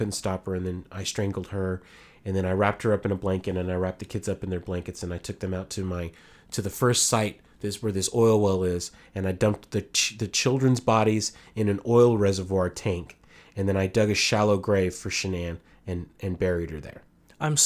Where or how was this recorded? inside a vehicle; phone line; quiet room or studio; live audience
quiet room or studio